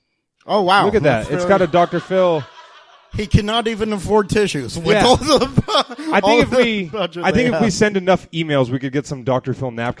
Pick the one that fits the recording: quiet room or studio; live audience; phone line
live audience